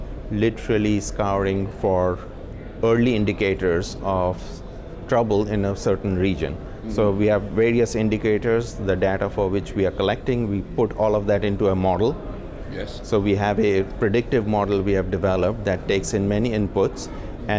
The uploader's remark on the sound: Spoke with AM Best TV at the Singapore International Reinsurance Conference.